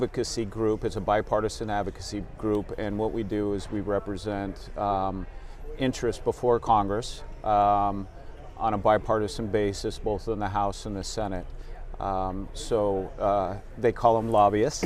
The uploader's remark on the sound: live at The 40th Annual NADEFA Conference